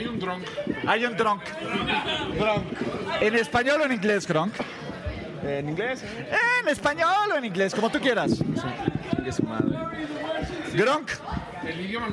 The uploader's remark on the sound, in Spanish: Grabamos desde el Pinche Gringo BBQ Patio, en la colonia Narvarte. Una enorme cantidad de invitados.